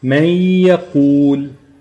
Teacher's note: اللي حصل ان انا انتقلت من الميم للياء المشدده، انتقلت من الميم للياء المشدده، يعني انا نطقت الياء، وانا بنطق الياء، وانا بنطق الياء بجيب الغنه مع الياء نفسها، يعني الغنه بقت في الياء · Term: ادغام في الحرف